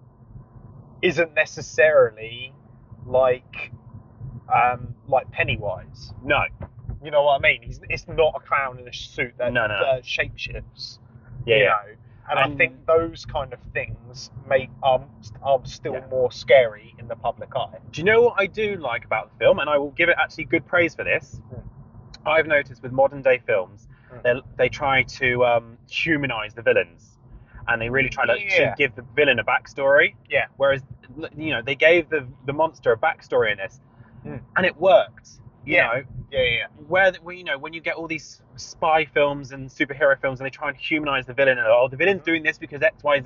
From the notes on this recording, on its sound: random conversations while driving